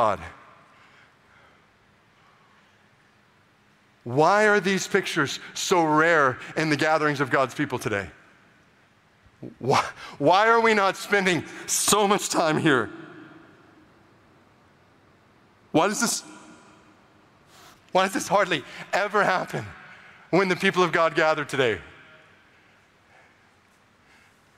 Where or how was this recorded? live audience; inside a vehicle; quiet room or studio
live audience